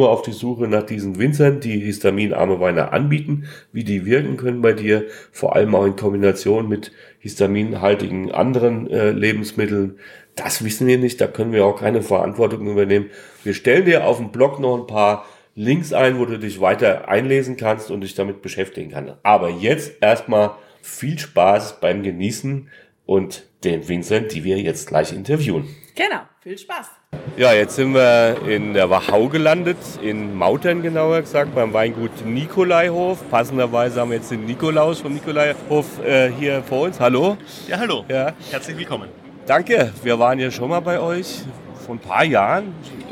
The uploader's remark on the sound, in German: hörst du heute live von der weltgrößten Weinmesse „ProWein“.